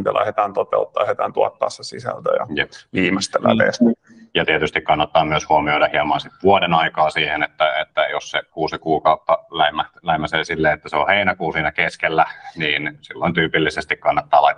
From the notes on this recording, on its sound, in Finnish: Tämä on äänitallenne Lianan webinaarista.